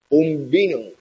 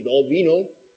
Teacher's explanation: los do vino tienen una O un poco más abierta que un vino · Shown in: second take · Term: versión abierta